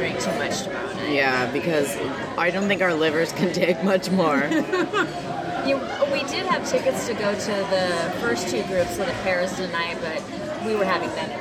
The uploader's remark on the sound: If we’re a little hard to hear, it’s because we’re podcasting from the McCormick &#38; Schmick’s across from the Fairmont Hotel, and we’re not going to let a little thing like room noise get in the way. Nationals in San Jose, California. If we’re a little hard to hear, it’s because we’re podcasting from the McCormick & Schmick’s across from the Fairmont Hotel, and we’re not going to let a little thing like room noise get in the way.